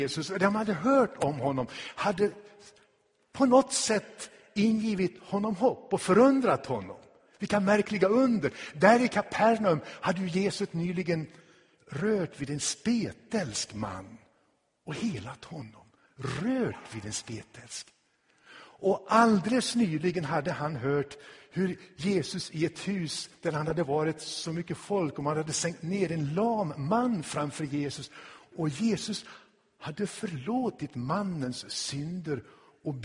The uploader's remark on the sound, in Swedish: Inspelad i Tabernaklet i Göteborg 2016-10-09.